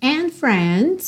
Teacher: And friends, você quase não ouviu D aí